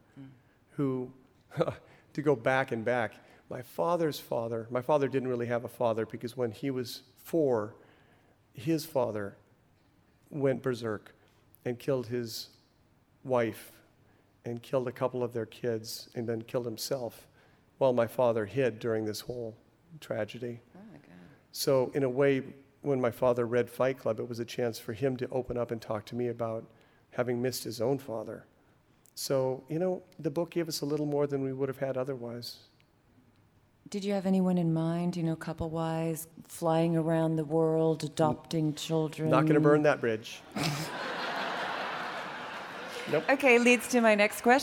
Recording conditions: live audience